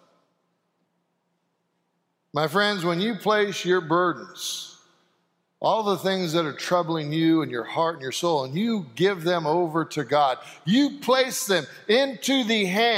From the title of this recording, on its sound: Sanctuary Service